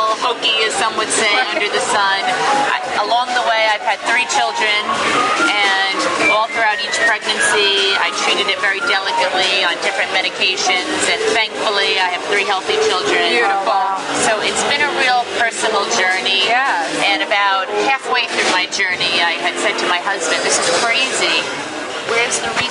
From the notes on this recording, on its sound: Lyme from New York it's Thursday Night Tick-Borne Disease Alliance Benefit. Attending the Tick-Borne Disease Alliance Fundraiser Masquerade Ball live in New York City.